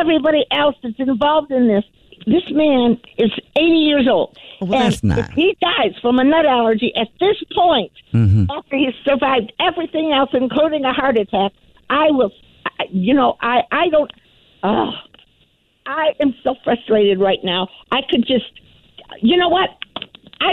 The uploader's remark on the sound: in this Phone Prank!